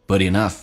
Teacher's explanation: but 跟 enough 有一个连音叫 butenough， T 要浊化成 D 这个发音，在美式发音